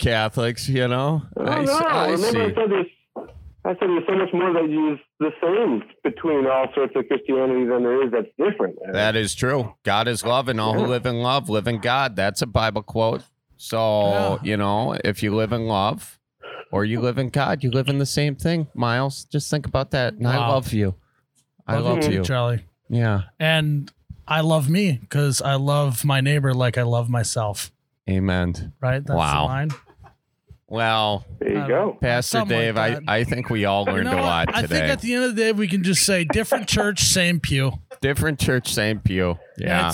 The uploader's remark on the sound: Our first caller. We're at the Knickerbocker Liquor Locker in Haskins, ND.